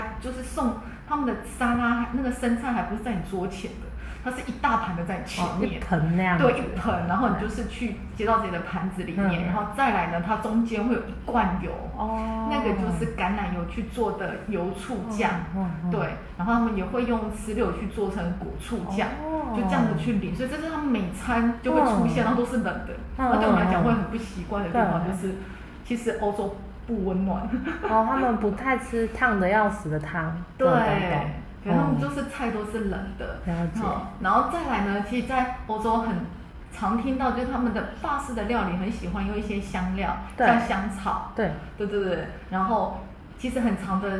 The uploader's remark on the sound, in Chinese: 因更換錄音地點，聲音有點空曠，再請多多包涵